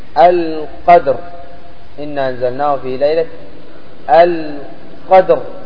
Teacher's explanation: لهذا قال غير الياء وكان قبل الساكن فتح أو ضم، مثل القدر، إنا أنزلناه في ليلة القدر. الراء مفخمة لأنه سبقها حرف ساكن غير الياء وكان قبل الساكن هذا حرف مفتوح